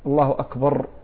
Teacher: عندما ينطق مثلا في التكبير ربما يشدد في الراء، الله أكبر، فربما يعني كأنها غنة أو كأنها قلقلة هنا.